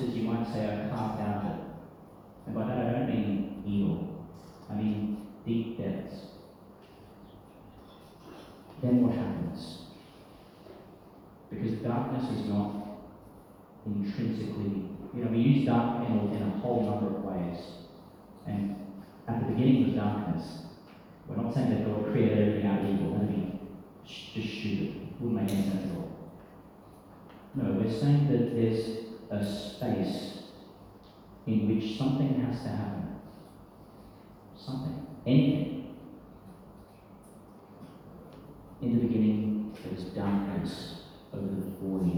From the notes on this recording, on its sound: Homily for Easter Vigil, 2022, delivered in St Peter Chanel, Tannum Sands, Qld.